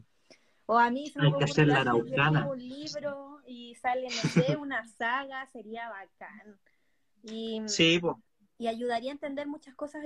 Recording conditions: video call